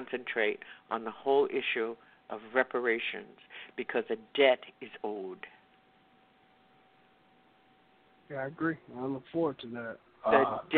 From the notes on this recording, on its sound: Listeners who "call-in" via telephone. Mkutano OPEN MIC Wednesday Night at OUR COMMON GROUND.